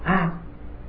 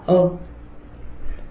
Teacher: chữ A trong danh hiệu Đức Phật A Di Đà phải đọc là A chứ không đọc là Ơ · Shown in: first take